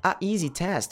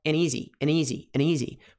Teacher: A easy é um troço travado. Quando a gente coloca o N, a gente ganha uma consoante para juntar com aquela vogal. Então, vira um som só. · Shown in: second take